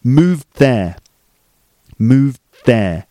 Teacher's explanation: So instead of going d, you're going there. So the tongue moves from the d position, just before it goes d, into the th position.